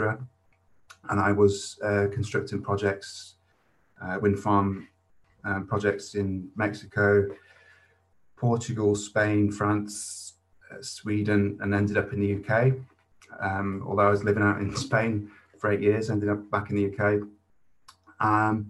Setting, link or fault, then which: link, video call